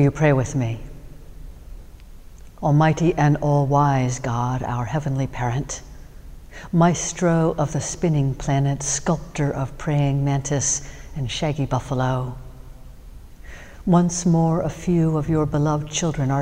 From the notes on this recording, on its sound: Sermons from Old South Church in Boston